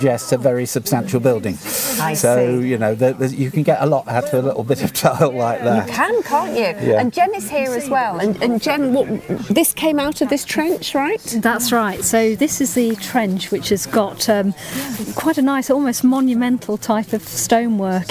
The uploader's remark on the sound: I revisit the site of Collyweston Palace on the day of an exciting find that emerged from the first in a series of on-site archaeological digs scheduled across the site during 2024. Recorded on location from the site.